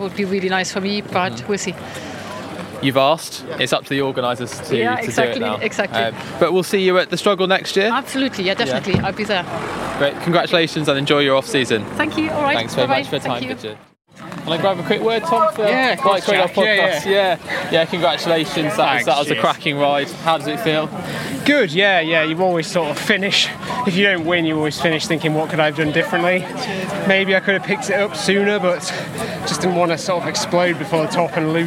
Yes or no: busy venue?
yes